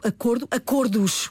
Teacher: começo por dizer que o plural mantém o fechado